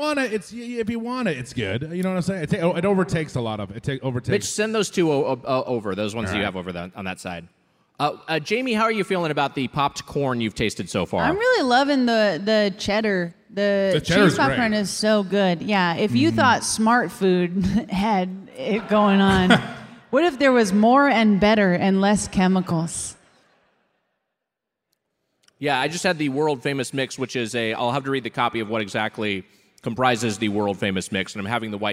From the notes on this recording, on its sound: Recorded live at The Riviera Theatre in Chicago on June 24, 2023.